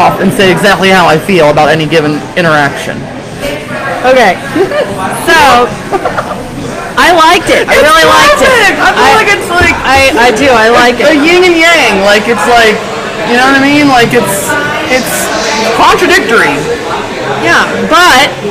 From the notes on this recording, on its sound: LIVE at Molly Malones in Covington, KY